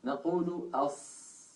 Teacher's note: الصاد كالسين كالزاي، كما نقول أس كما نقول أز، نقول أص، لأن هذه الثلاثة من المخرج نفسه. قال إمامنا الجزري رحمه الله: والصفير مستكن منه، أي من طرف اللسان، ومن فوق الثنايا السفلى. · Term: حرف الصاد